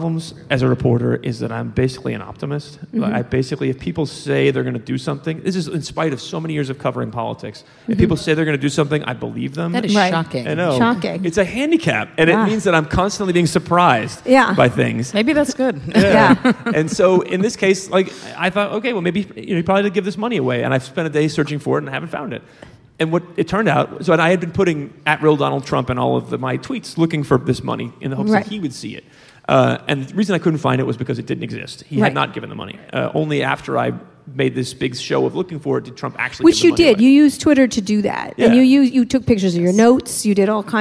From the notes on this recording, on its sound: At the 2017 Texas Tribune Festival in Austin.